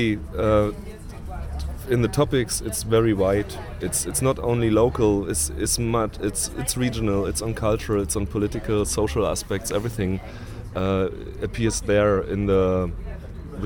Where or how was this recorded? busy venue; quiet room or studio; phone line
busy venue